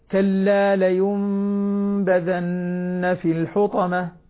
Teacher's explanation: والإقلاب هنا مثل الإخفاء الشفوي اللي تكلمنا عنه في حلقة الأحكام، الميم المشددة في وأحكام الميم الساكنة. الميم هنا ميم مخفية، بمعنى أن الشفتين تتلامسان دون كز عليهما، دون شد ودون فرجة